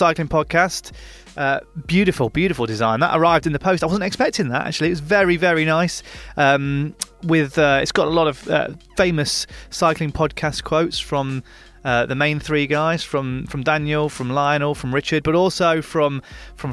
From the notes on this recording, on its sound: from his car, parked outside the velodrome in Copenhagen